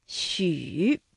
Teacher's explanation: 所以发音的时候嘴唇要呈圆形向前略凸，用舌尖抵住下齿背，整体发音短促